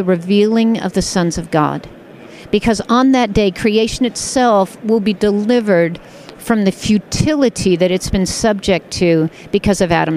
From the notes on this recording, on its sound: Comin’ to you live from the annual Society of Biblical Literature conference in Denver!